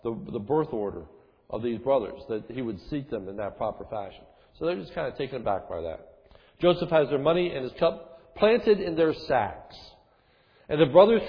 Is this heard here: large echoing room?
yes